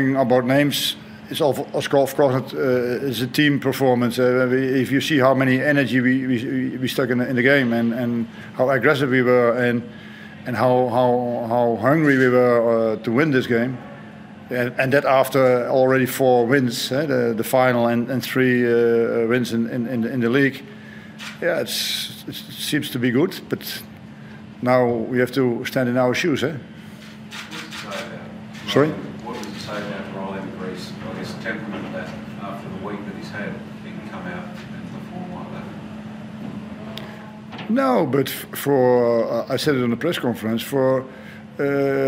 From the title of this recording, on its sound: Post-Match Press Conference